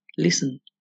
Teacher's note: está escrita la T pero jamás se pronuncia · Term: muda